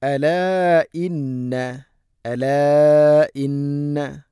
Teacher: മദ്ദിൻ്റെ അക്ഷരമായ അലിഫ് ശേഷം ഹംസ, അടുത്ത പദത്തിൽ മദ് മുൻഫസിൽ, നാലോ അഞ്ചോ ഹർക്കത്ത് വരെ നീട്ടാവുന്ന മദ്